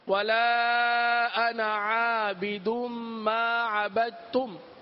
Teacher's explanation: پورے قرآن میں جہاں کہیں انا آتے ہیں ان کو جلدی میں پڑھا جاتا ہے، یعنی الف نہیں پڑھا جاتا، انا انا کو انا، صرف زائد الف، جہاں زائد الف ہو صرف اس کی بات ہو رہی ہے.